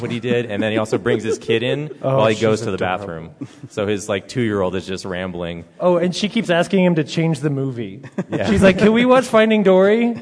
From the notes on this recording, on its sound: In front of an audience at Denver Comic Con.